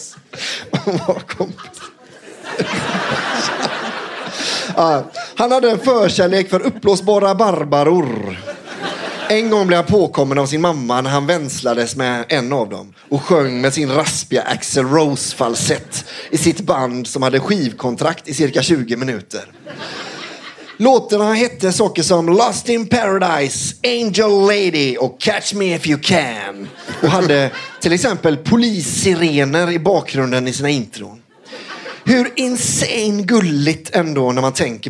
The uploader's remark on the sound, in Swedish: Live på Scala